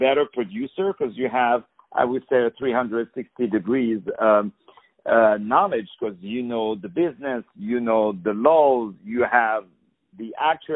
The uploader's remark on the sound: On the phone